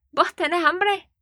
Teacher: Y como que cantan un poco, así suben el acento al final.